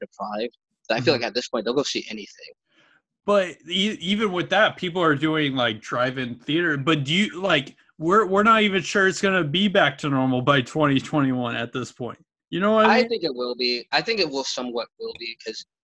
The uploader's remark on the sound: sit down on Zoom and have a chat